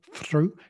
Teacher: the tongue curling against the back of the teeth